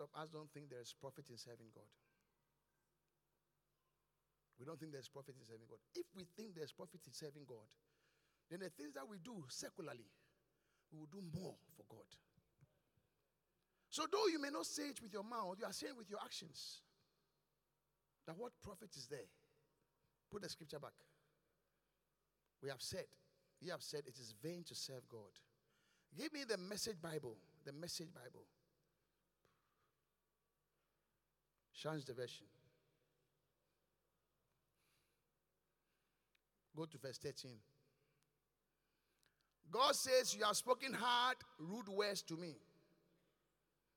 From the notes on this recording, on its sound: Preached at The Qodesh